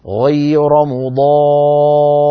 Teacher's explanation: الجزرية حكمه حكم الوصل، فلو وصلنا مضار الراء مكسورة فهي مرققة، أما إن وقفنا بالسكون فالراء مفخمة قولا واحدا